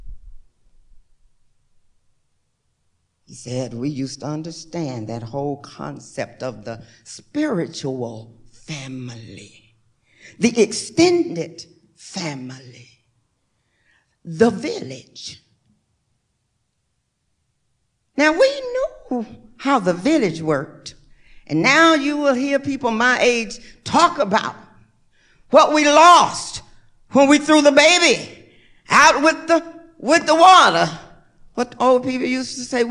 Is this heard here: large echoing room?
yes